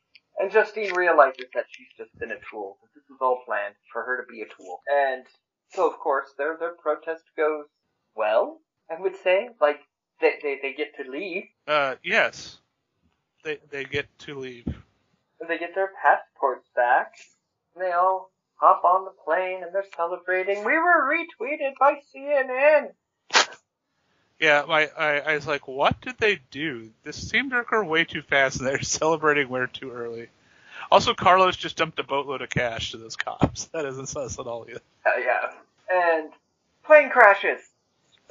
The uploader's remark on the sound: Again, sorry about the minor audio issues - those have been fixed going forward.